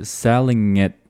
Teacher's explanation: T sound 我们读的是一个半音，不是一个全音